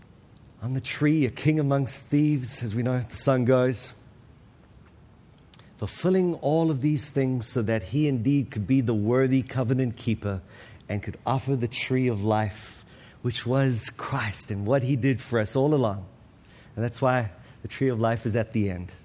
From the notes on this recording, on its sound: This week's episode is from the 2023 Pactum Conference